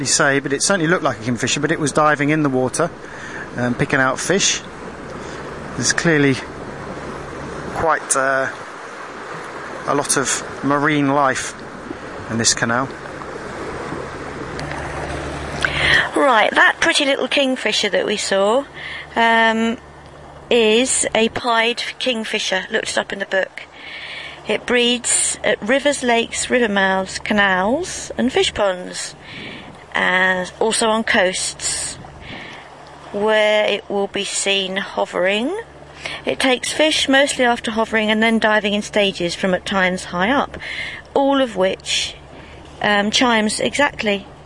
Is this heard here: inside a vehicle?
yes